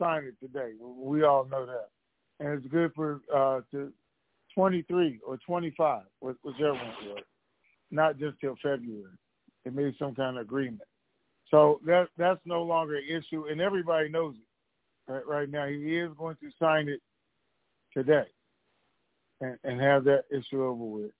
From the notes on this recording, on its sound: TNTSuperfantastic Conference Call